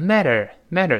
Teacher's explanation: matter 读快了浊化变成 mattermatter，最后勾舌头